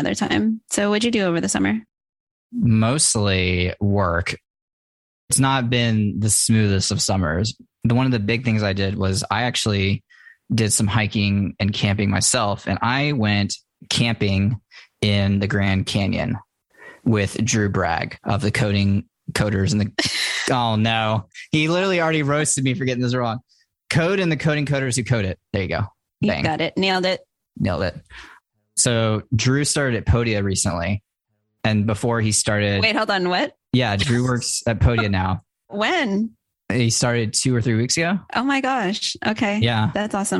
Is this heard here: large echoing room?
no